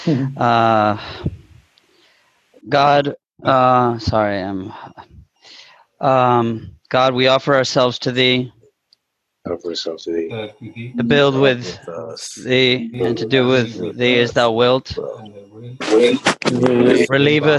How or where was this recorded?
video call